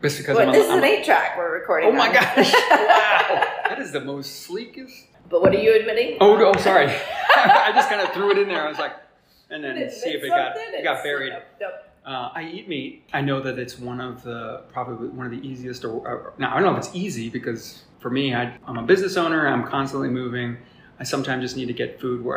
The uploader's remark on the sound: This episode was recorded at Trace in their Cool Ship Room and there is a little echo.